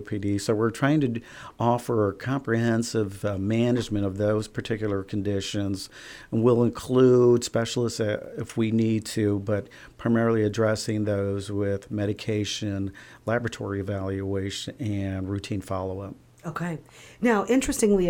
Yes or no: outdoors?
no